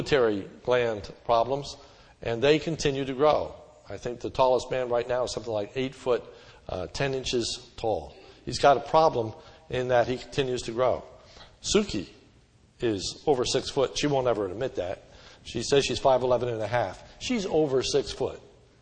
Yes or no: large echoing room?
yes